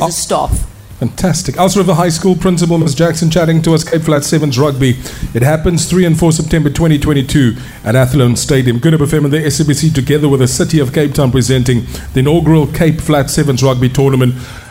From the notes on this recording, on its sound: Live from Elsies River High School, The Big Breakfast Show chatted to the school's principal.